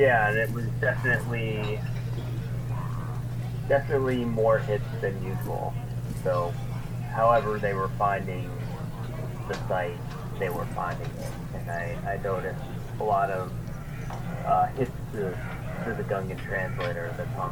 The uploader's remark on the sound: I had some audio problems in the recording, so please bear with me, I tried my best to get the best out of the recording.